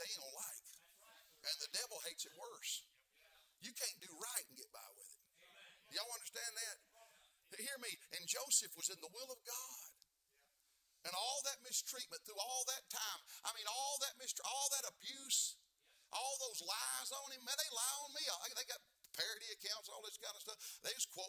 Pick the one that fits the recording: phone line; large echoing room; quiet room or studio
large echoing room